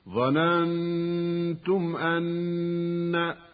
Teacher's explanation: إظهار شفوي في الميم قبل الهمز